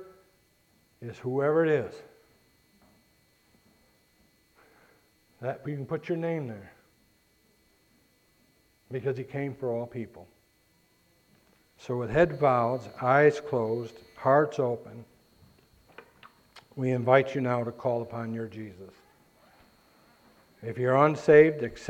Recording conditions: large echoing room